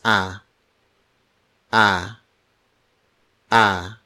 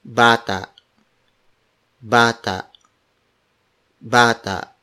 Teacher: The vowels are pronounced very openly. For instance, for A, it is pronounced as A, A, A.